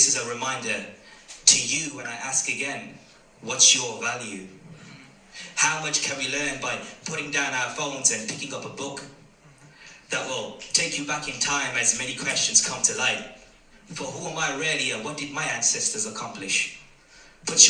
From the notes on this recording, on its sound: live performance at poetry jam in Waylands Yard in Birmingham